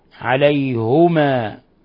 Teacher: قرأها بضم الهاء عليهما، بضم الهاء والياء عليهما، بدل كسر الهاء عليهما